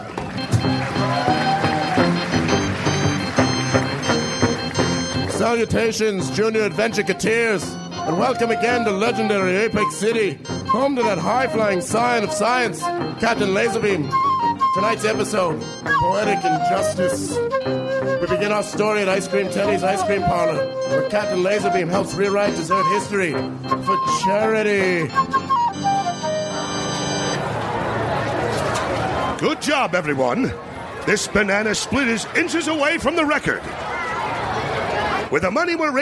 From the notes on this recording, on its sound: Recorded Live 1/22/2011 at San Francisco SketchFest.